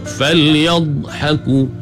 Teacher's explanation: Makhraj bagi huruf dh ni, dia memanjang, ada sifat istitalah bagi dh